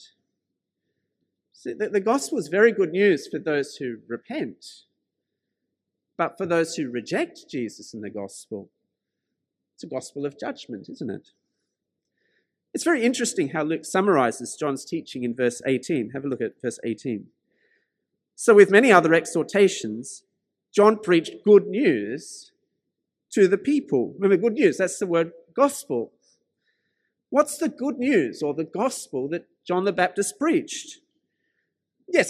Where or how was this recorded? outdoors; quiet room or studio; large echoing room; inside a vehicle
large echoing room